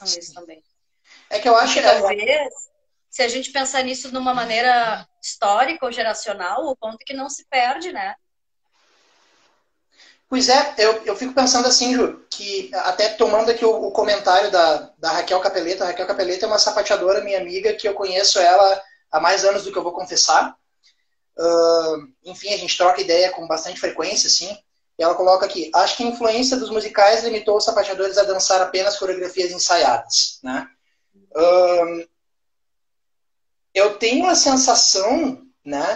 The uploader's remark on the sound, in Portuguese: de forma que a qualidade do áudio não é a mesma dos eps anteriores